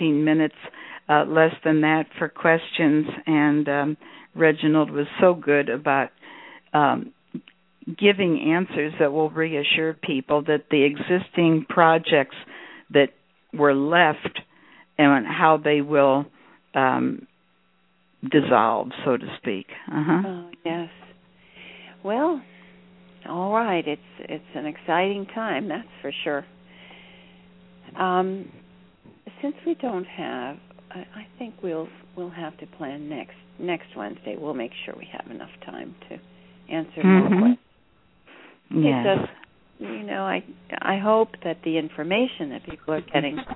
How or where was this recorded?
phone line